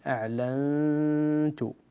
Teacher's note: نون ساكنة وبعدها تاء والحكم إخفاء الغنة فيه بمقدار حركتين